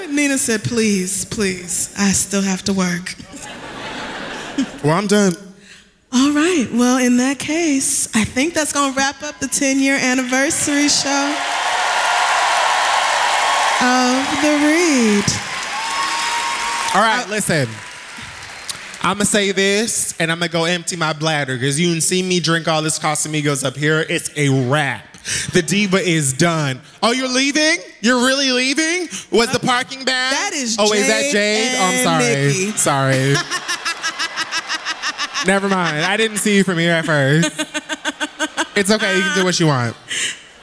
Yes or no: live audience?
yes